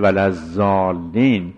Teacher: الف ما قبل مفتوح بخوره به چیزی که سکونش لازمه، اگر تشدید داره به اصطلاح ادغامی در بین است که اولی مدغم است دومی مدغم فیه، مثل ولزالین که الف ما قبل مفتوح خورده به چیزی که ساکنه ولی اون ساکن مدغمه، ادغام شده است لام اول در لام دوم، به این میگن مد لازم مشدد.